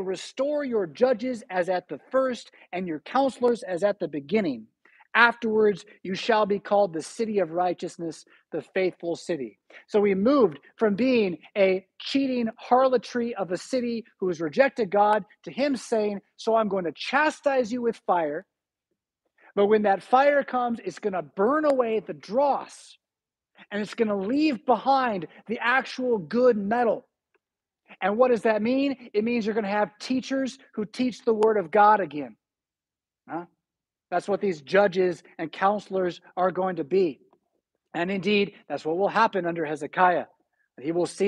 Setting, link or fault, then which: setting, large echoing room